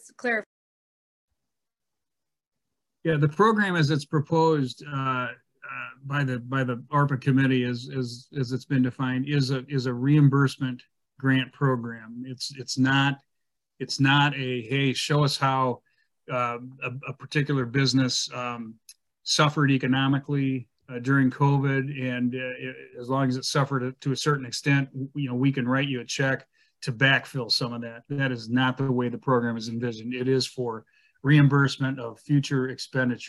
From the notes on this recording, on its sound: University Heights City Council Meeting of August 9, 2022 was held on Zoom.